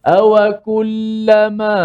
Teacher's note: Awakullama Ha, nak turun suara biar biar turun debak begitu. Turun turun mengejut bukan turun slow slow.